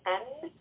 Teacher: If you try closing your nose and you say N, it's very difficult to hear and the letter is almost unable to be pronounced. · Term: ghunna